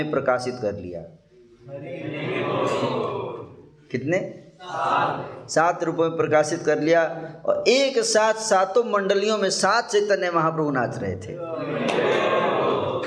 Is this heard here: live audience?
yes